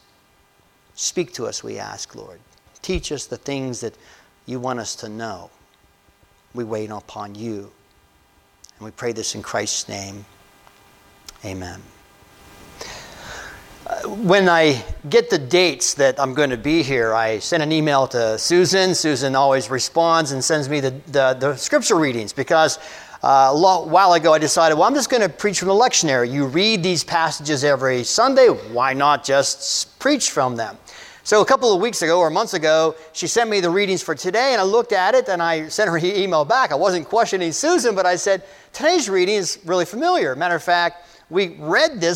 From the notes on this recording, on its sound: This message was delivered on January 07, 2024 at Amity UCC Church in Meyersdale, PA.